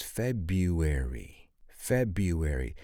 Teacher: the first R is silent · Term: silent R